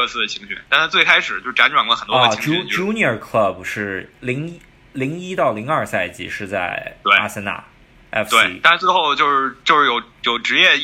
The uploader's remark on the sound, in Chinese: 渣音质完全瞎录的早期试播集。因远程录音设备延迟的关系，不得不已大量 “对，对对，对对对” 强行捧哏。